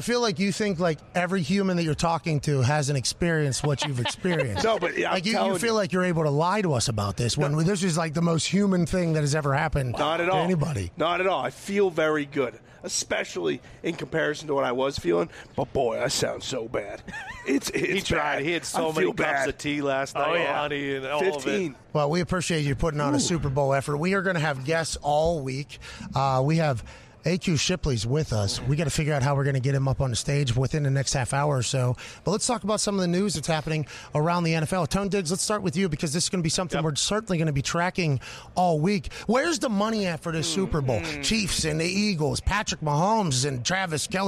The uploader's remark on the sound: LIVE from radio row in BEAUTIFUL Phoenix, Arizona kicking off Super Bowl week in tremendous fashion. Swung by the stage.